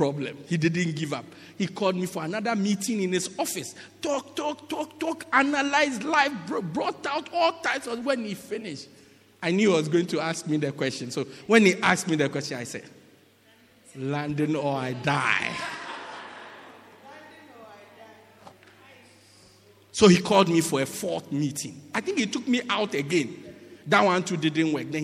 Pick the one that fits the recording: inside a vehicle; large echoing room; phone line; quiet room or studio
large echoing room